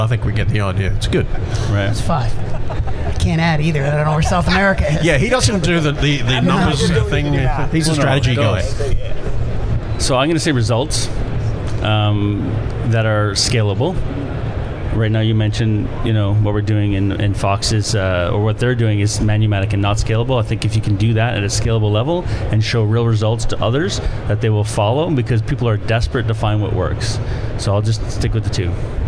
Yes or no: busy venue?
yes